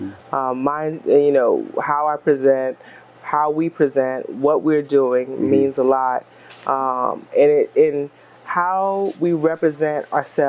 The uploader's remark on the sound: Filmed on location at Smoke City Cigar Lounge in Atlanta, GA